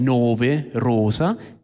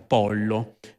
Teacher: in Abruzzo se una vocale, una sillaba finisce per vocale tende a essere chiusa, quindi nove, rosa, se invece finisce per consonante tende a essere aperta, pollo · Term: isocronismo sillabico